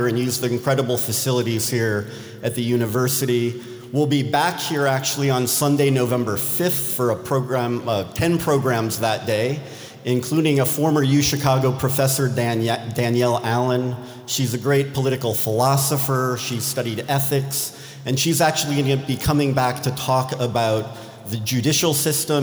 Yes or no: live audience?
yes